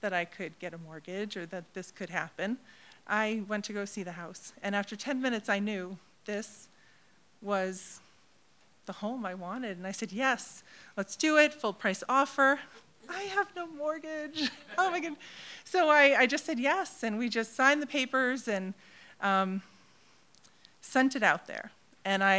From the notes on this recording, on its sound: recorded in front of a live audience at Provincetown Theater on December 14, 2019